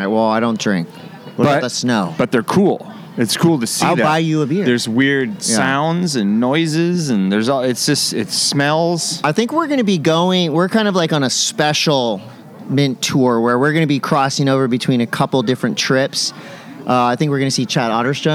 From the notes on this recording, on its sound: Do the pod live at Hansen Surfboards at a party. Lots of surprise guests, funny interactions with people who didn’t know what we were doing.